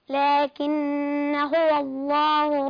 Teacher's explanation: النون اديها غنة حركتين